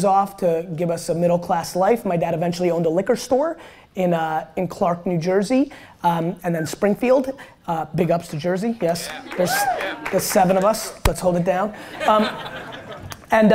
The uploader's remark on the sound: one of my all-time keynotes at South By Southwest in 2016